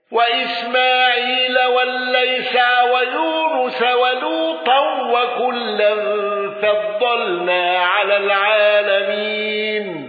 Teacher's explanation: يعقوب بالوقف بهاء السكت